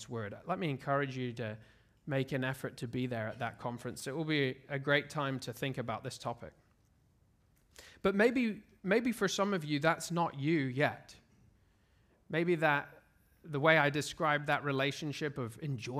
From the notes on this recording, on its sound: at Covenant Hope Church in Dubai, UAE